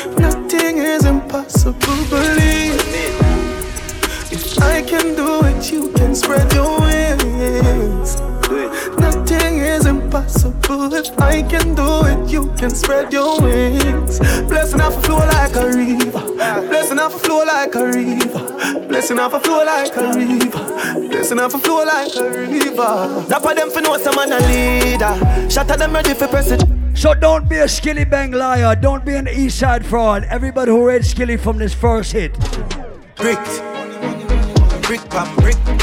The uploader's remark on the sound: This is a live audio recording of my set at Island Saturdays.